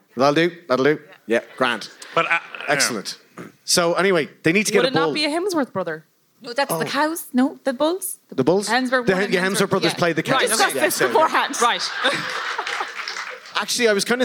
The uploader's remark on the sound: Appeared as part of a double bill with The Irish Passport at The Button Factory. This episode is the live recording of that show, edited for brevity and clarity.